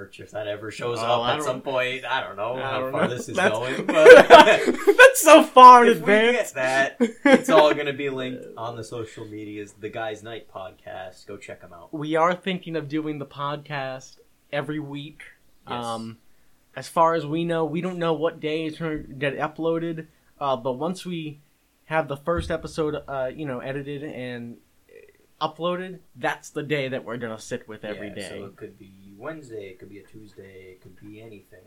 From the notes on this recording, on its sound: I know the quality isn't the greatest